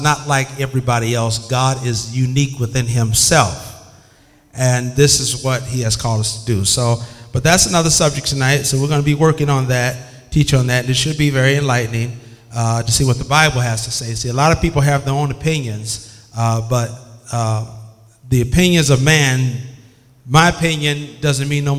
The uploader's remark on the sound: This bible study was recorded in 2007 at Greater Bible Way Temple in Bay City, MI.